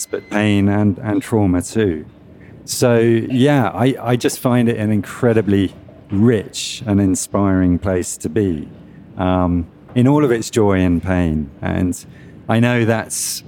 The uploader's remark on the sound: taped live at Aaliya's Books